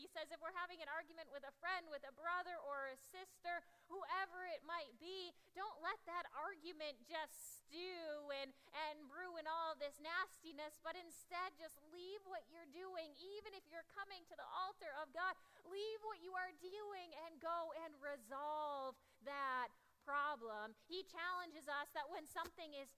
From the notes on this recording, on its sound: Audio from 9am service.